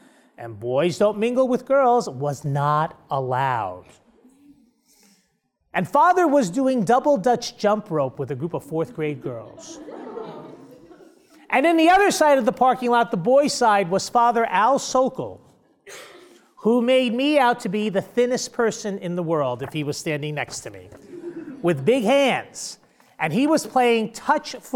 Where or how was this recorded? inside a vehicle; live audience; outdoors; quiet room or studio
live audience